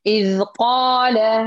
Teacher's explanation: انتبه اللام، اللام لا تأتي بغنة فيها